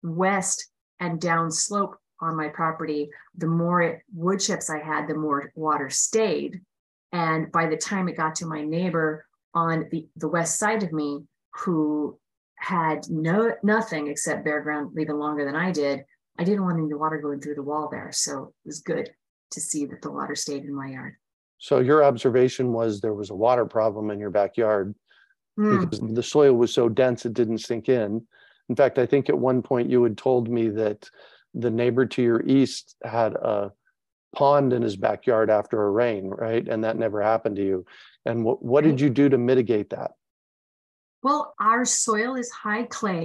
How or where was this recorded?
video call